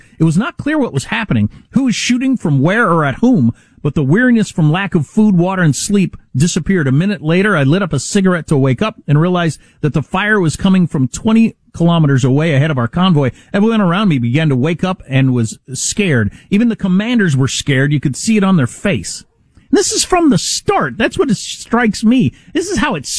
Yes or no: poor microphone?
no